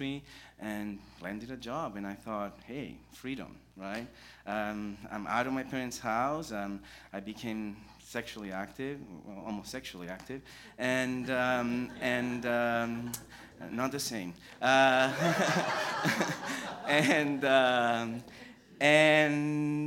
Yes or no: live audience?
yes